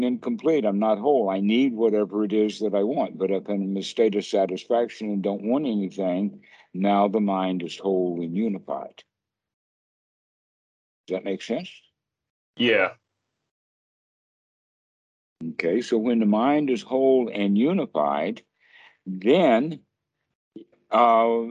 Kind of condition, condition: link, video call